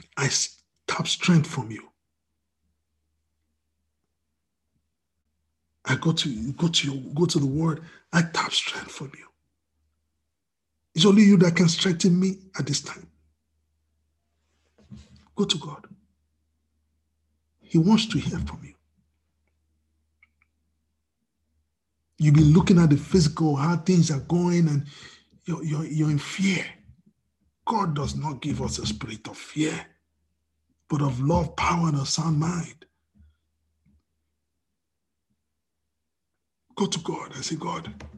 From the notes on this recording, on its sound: We are on Zoom now.